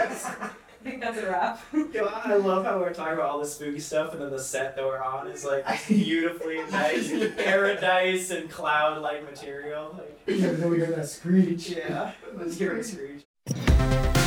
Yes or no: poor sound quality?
yes